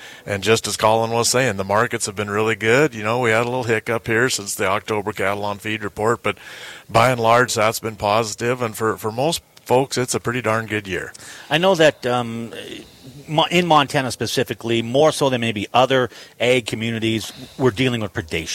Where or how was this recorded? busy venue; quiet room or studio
busy venue